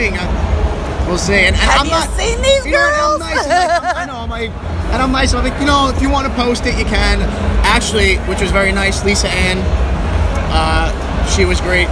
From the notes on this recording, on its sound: Exxxotica New Jersey 2017. The people and Talents, signings and live shows were never-ending. Periscope live, walk through with me during the event.